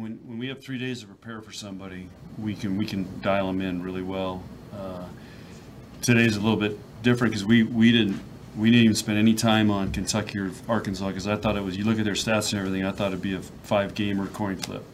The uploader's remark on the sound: Nebraska NCAA Volleyball Regional Final Press Conference.